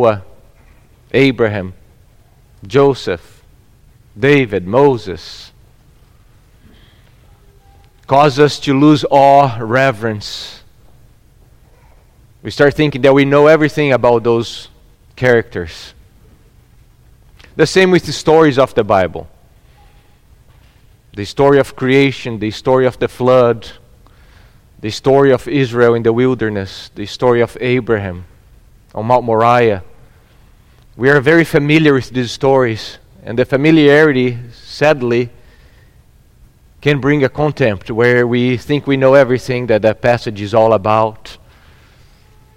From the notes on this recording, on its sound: at Gracious Cross Reformed Church Salem on Sunday, December 19th, 2021